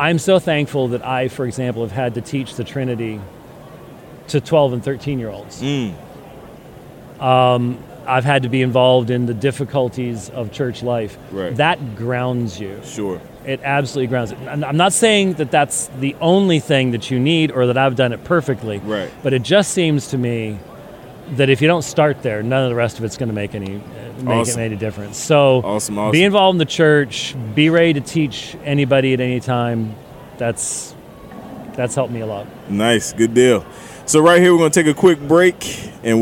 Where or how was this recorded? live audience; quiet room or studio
live audience